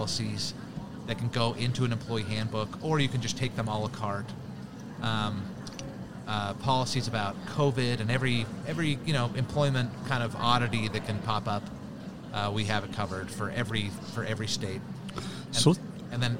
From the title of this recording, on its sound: Live from SHRM 2022